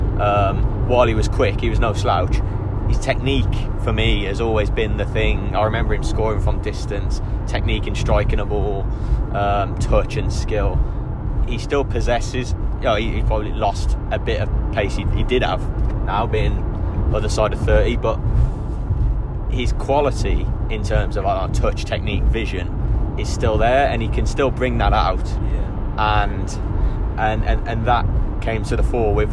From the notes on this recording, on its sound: In this ramshackled, patched together poddy recorded on the journey back from the CBS Arena.